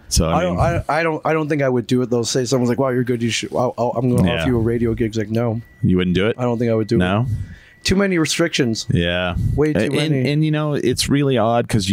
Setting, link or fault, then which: setting, busy venue